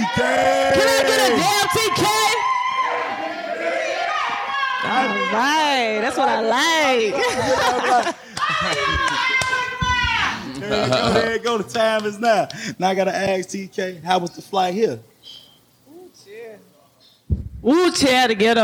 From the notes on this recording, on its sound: Live From Sin City Seafood in Las Vegas